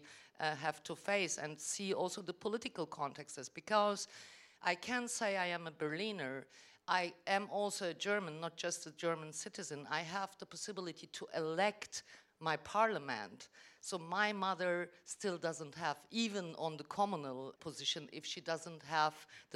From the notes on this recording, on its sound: This show was recorded live.